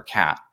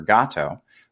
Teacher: And you think about a G sound for gato, both of those sounds are pronounced in the same part of your throat. It's in the back of your throat there in the velar.